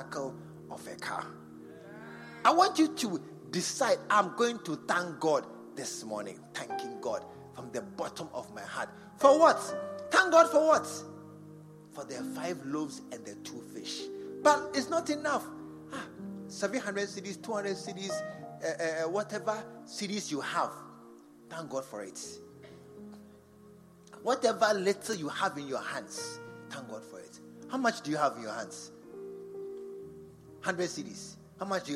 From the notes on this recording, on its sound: Preached at the True Vine Cathedral, Bantama